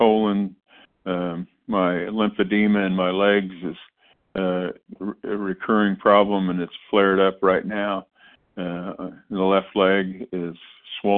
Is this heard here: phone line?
yes